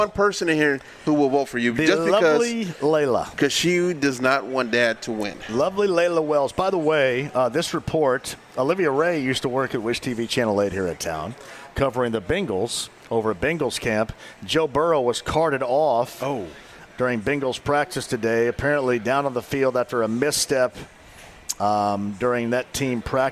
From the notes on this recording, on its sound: Live From Sullivan Hardware & Garden! He also takes a phone call.